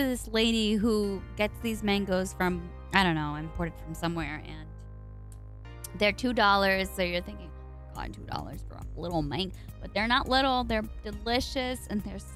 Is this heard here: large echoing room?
no